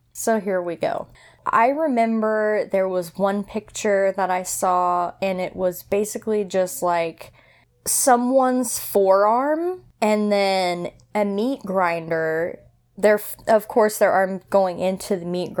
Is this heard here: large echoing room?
no